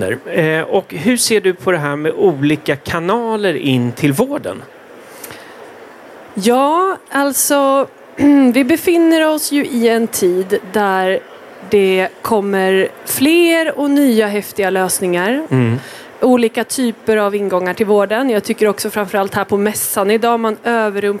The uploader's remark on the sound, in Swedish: Live-samtal direkt från E-hälsa + MTVe mässan.